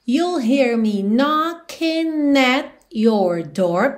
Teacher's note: Ela dá essa paradinha no at, ok? Então não canta at your.